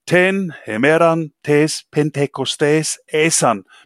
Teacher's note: mit diesem Beharren auf dem Vokal ä. Das dient zur Fokussierung und zur Betonung.